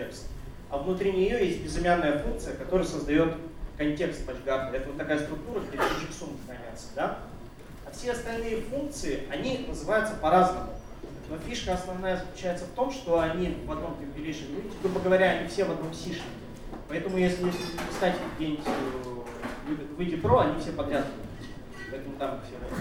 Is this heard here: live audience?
yes